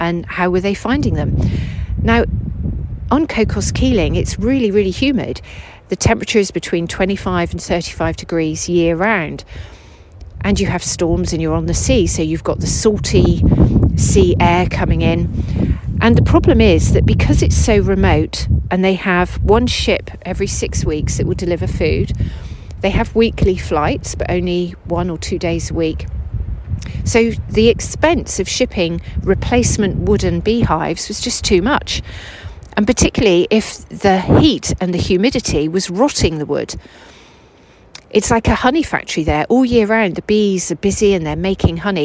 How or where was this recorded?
outdoors